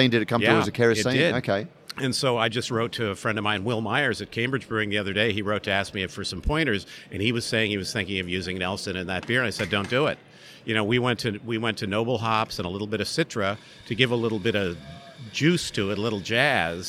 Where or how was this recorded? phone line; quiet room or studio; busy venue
busy venue